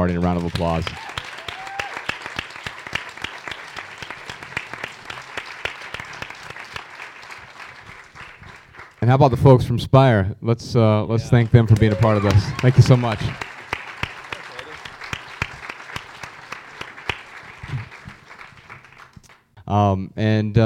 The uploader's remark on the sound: Answer questions in front of a sold-out crowd in Chicago.